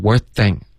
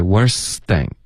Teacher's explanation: Worse 的丝的音丢了 · Shown in: second take · ，所以你说 worst thing,应该是 worst thing.